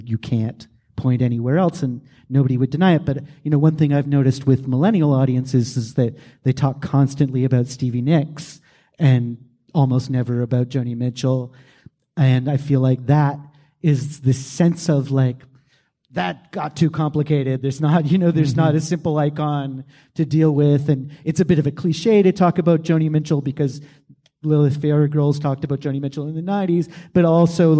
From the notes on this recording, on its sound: Live From Toronto Edition.